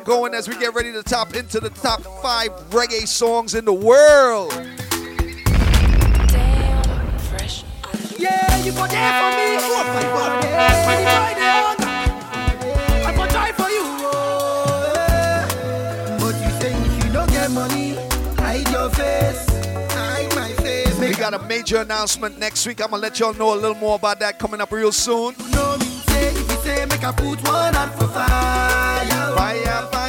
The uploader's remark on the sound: LIVE FROM CLUB MARACAS IN QUEENS NY